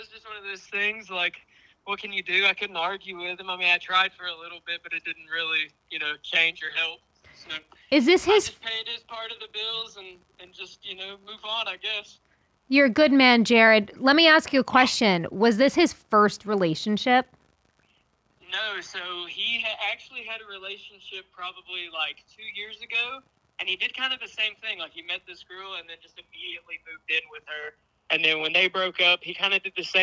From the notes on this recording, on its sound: open the show with a follow-up phone call